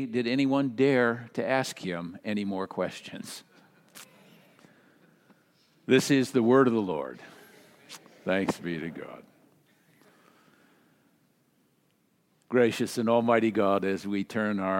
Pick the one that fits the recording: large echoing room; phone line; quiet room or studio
large echoing room